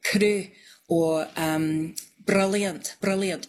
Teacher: So it's like a rolled R, but it's like one instead of many, many all in a row · Term: a little tap